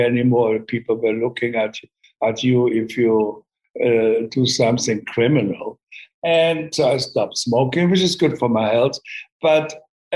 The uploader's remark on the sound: sat down over Zoom